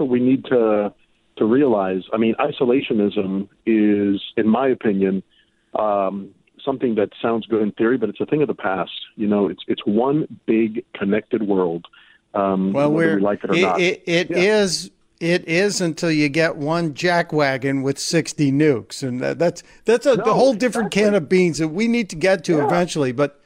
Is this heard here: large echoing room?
no